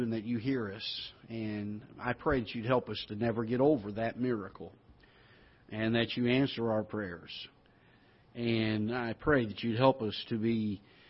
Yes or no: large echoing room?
yes